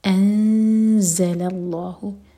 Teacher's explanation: زا کے لیے اخفا اور زا بزنگ ساؤنڈ کے ساتھ